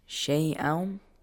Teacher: Because it is idgham with gunna, with nasal sound.